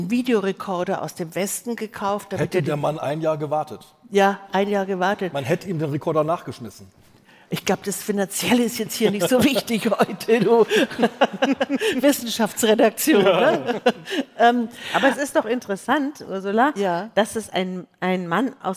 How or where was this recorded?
live audience